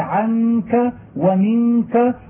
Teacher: فمخرج هذه النون من الخياشيم لا غير، لأنها مخفاة عند الكاف باقية غنتها ظاهرة